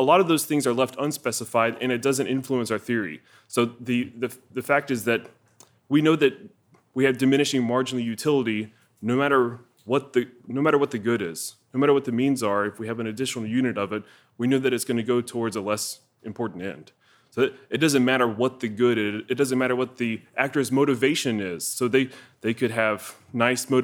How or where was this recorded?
large echoing room